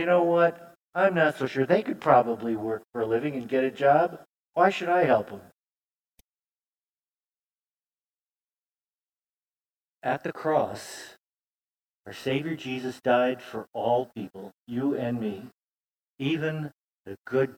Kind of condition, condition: setting, large echoing room